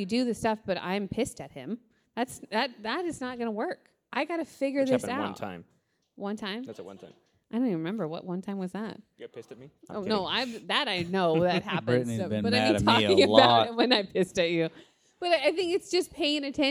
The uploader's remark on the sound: LIVE from the Imperfect Parenting Conference.